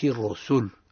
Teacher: حكمها التفخيم سيدي الرسل لأنها متحركة بالضم